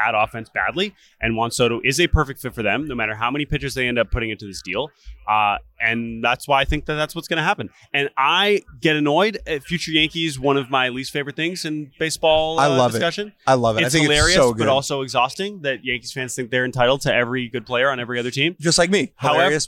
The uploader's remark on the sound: LIVE From the Winter Meetings